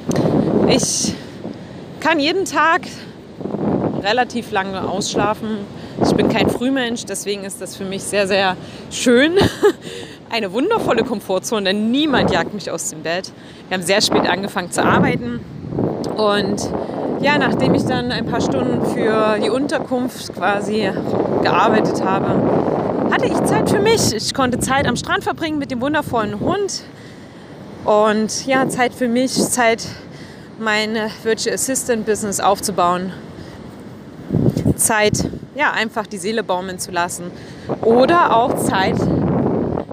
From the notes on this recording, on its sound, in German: Diese Episode habe ich am Strand von Piha an der Westküste von Neuseeland aufgenommen. Ich bitte den schlechten Ton am Anfang zu entschuldigen.